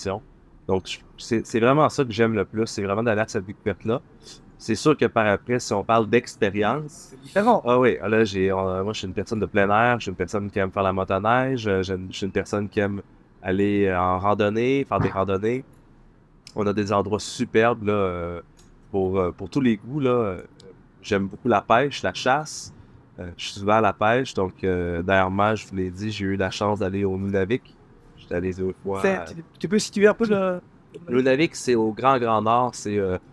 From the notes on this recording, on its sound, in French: En direct des Plaisirs d'hiver à Bruxelles. Une rencontre merveilleuse et riche de découvertes mais un peu bruyante au vu de la situation de l'enregistrement !